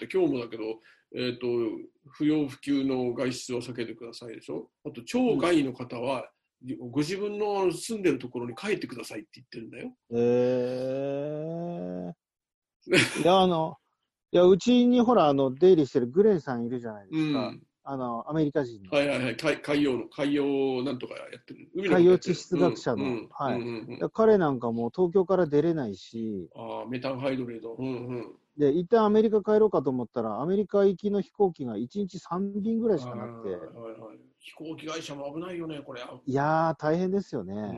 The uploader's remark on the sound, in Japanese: 今回はZOOMでの収録となります。